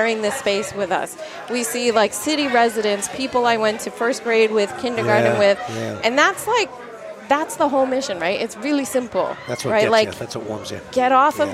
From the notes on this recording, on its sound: At the Culture on Tap Festival